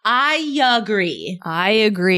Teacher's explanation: So I have to insert the sound ya. · Term: intrusion